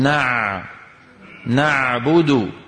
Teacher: في أغلب العاميات المعاصرة نأتي بالعين أضعف من العين الفصيحة